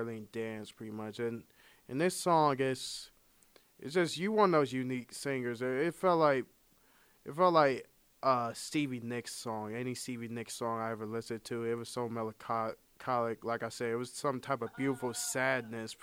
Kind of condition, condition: fault, poor sound quality